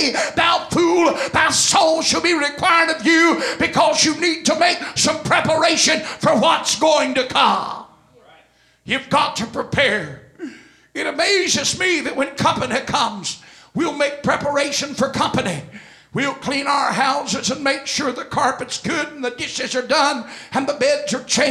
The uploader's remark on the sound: This message was delivered at First Apostolic Church, Sunday, December 26, 2004.